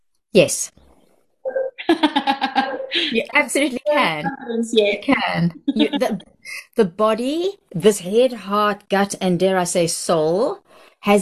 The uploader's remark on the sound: She joined me on a Zoom